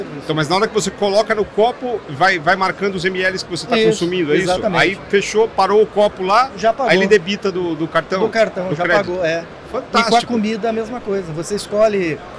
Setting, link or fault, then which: setting, busy venue